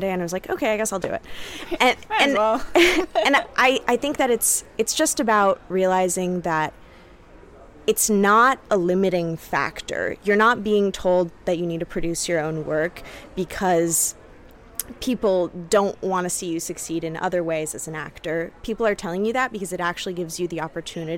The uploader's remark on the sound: HollyShorts LIVE. We are live, on-location at the TCL Chinese Theatre for the 19th annual Oscar Qualifying HollyShorts Film Festival , as the official podcast partner.